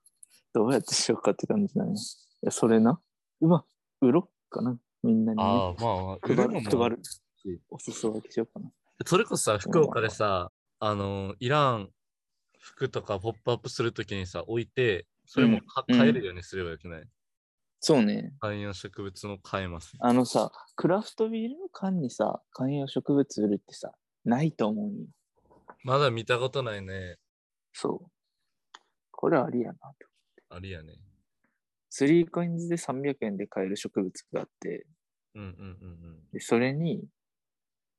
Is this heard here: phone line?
no